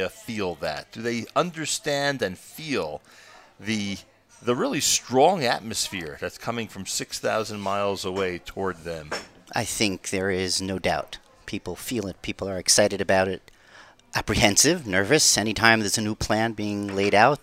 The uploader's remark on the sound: Live from The Inbal Jerusalem Hotel